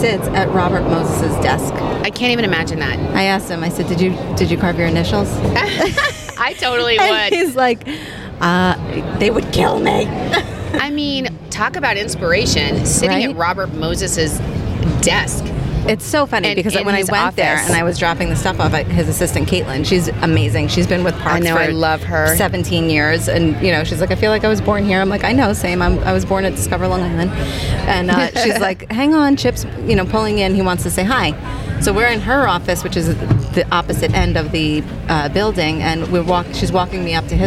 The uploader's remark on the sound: On Location at the Bethpage Air Show at Jones Beach